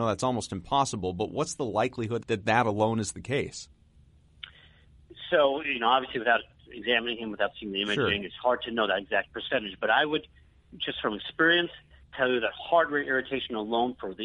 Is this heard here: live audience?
no